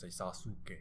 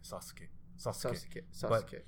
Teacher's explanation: So in Japanese, you don't really quite enunciate the U like you would in Spanish. · Shown in: second take